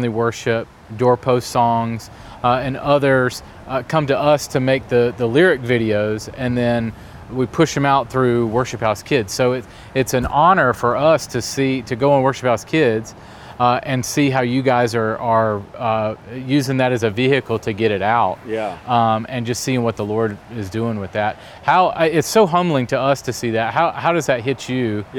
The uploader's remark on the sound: This is our second week of podcast episodes from SALT Conference 2021. You’ll hear interviews with folks who are here at SALT with us.